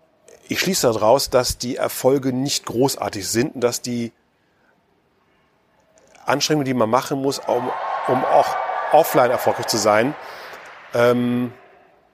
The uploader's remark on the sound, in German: K#Spezial live vom POL. Im Rahmen des Pioneers of Lifestyle Summit.